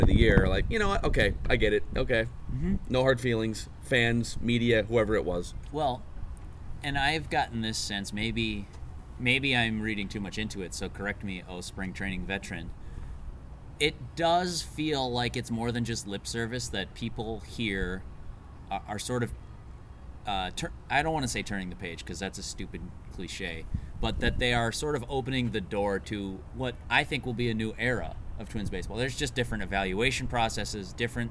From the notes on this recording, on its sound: From a practice field outside Hammond Stadium in Fort Myers (apologies for the random wind gusts).